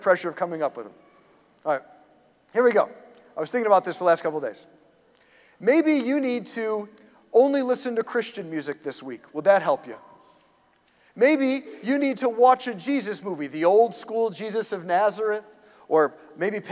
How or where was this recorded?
large echoing room